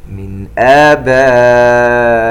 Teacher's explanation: عندنا حرف مد وبعده الهمزة في نفس الكلمة، مد متصل يمد بمقدار 4 حركات